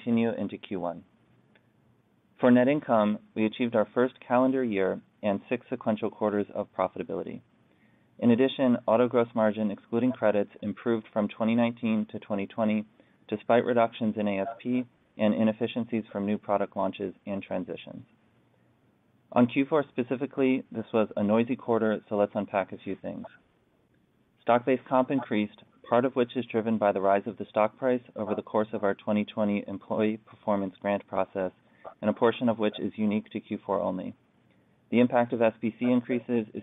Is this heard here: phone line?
yes